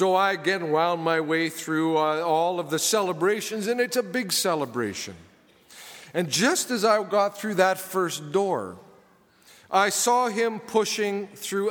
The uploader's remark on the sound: Preached at saint benedict's table on Christmas Eve 2015.